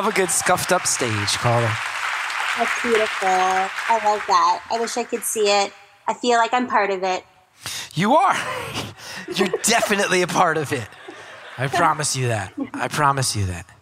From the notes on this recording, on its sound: Live from Madison. That haunts Madison's Majestic Theater in front of the live audience.